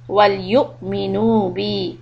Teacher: همزة has a سكون give a little hiccup. وليؤمنوا بي بي is also to harakat.